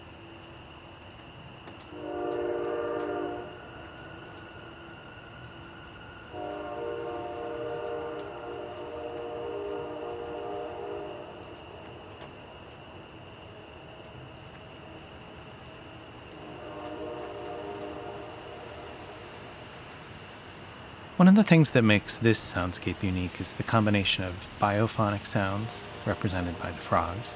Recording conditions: sounds in the background